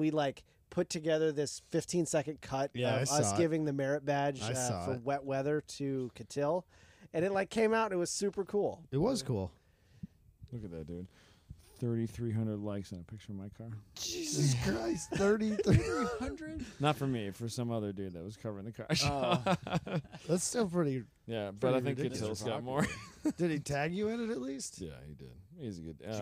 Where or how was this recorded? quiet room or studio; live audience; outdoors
outdoors